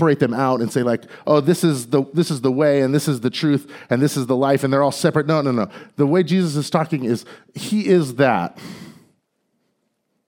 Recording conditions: live audience